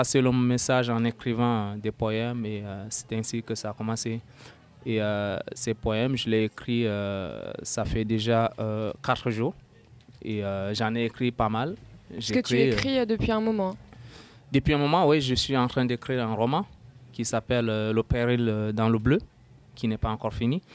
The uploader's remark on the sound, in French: lors de notre enregistrement à la pendaison de crémaillère du BAAM